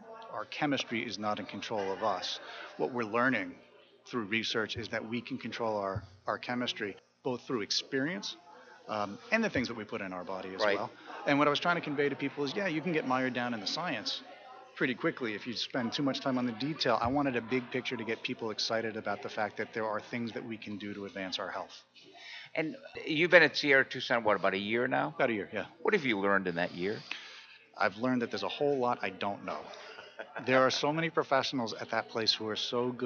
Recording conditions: busy venue